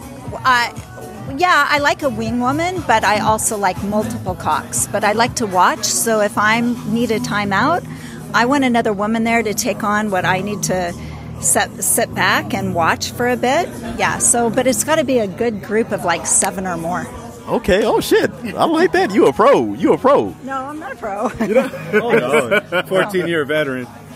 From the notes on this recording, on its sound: The Hotwife Palooza II in Palm Springs, CA. LIVE interviews with party goers.